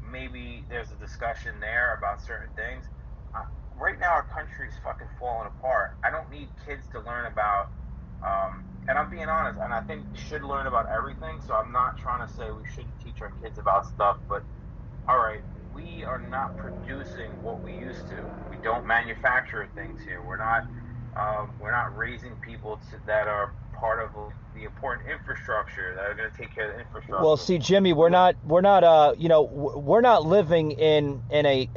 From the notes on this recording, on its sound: calls in via telephone and weighs in on the conversation